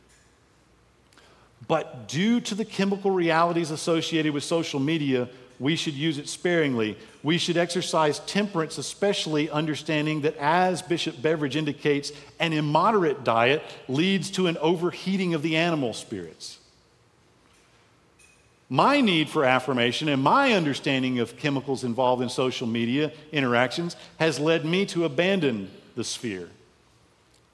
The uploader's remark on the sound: lectures given at the 2023 Convocation for the Jurisdiction of the Armed Forces and Chaplaincy®